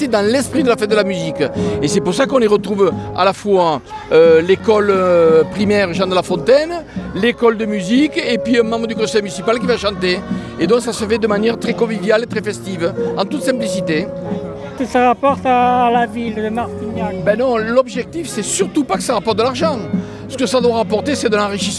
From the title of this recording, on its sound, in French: En direct de la Fête de la musique